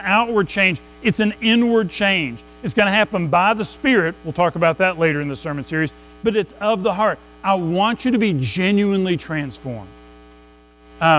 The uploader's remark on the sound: Recorded at Madison Baptist Church in Madison WV.